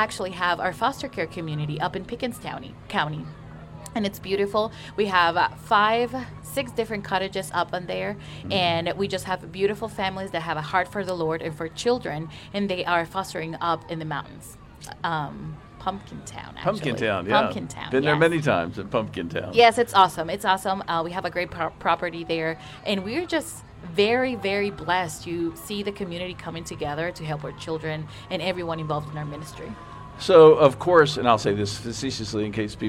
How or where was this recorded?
busy venue